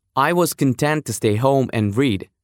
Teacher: прилагательное content — это довольный, удовлетворенный, тоже часто на слуху. Ударение, как и у глагола, на второй слог.